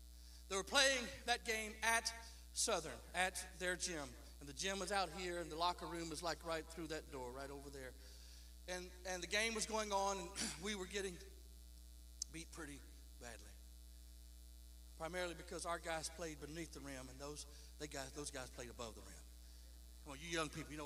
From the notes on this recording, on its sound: Please note that the buzz in the audio does vary throughout the episode.